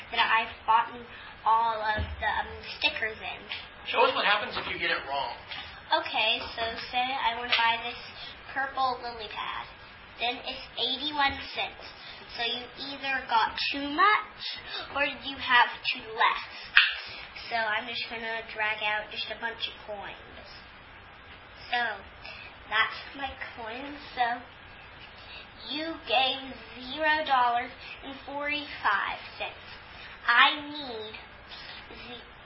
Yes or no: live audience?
yes